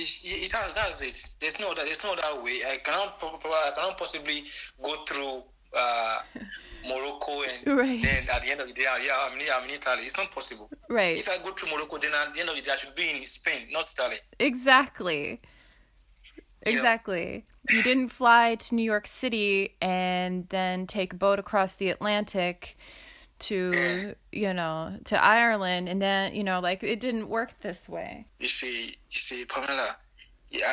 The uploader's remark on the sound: Via phone from Limatola, Italy.